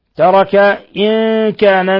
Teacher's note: نون ساكنة جاء بعده الكاف إخفاء حقيقي